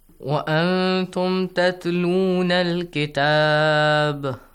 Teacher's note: And the letter ba, the harakat of ba, which is a fatha, will be changed to a sukoon. And qalqala will be applied. Normal qalqala.